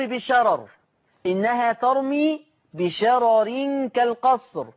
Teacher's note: ورش يقرأ بترقيق الراء الأولى. لاحظوا هذا اللفظ في المصحف الشريف بشارة راء، هذه الراء مفتوحة، والراء الثانية ري بشارة ري، هذه الراء الأولى مفتوحة والثانية مكسورة.